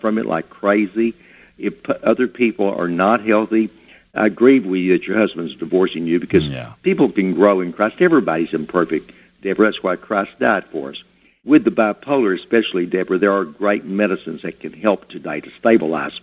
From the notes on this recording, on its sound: answered listener questions on a variety of subjects over live call in radio